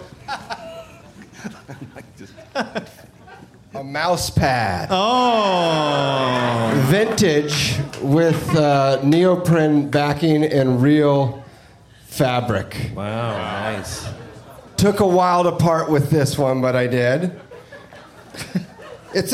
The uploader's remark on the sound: Live from Esther's Follies in Austin as part of SXSW